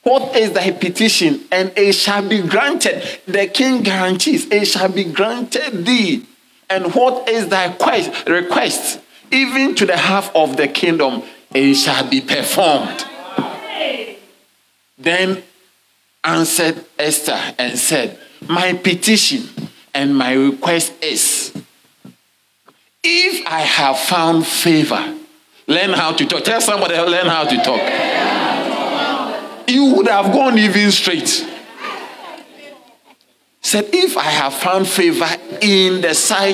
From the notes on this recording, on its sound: Sermon delivered on Sunday, November 12, 2023, at LCI Mega-Church in Cape Town, South Africa.